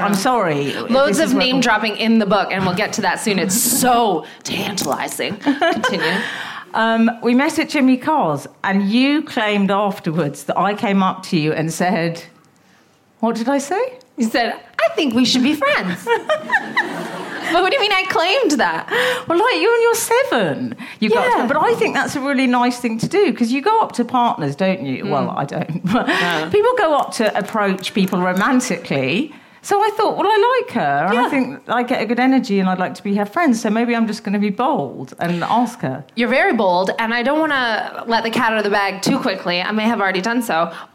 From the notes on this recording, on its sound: In front of a live audience with their two dogs Meg Ryan and Raymond.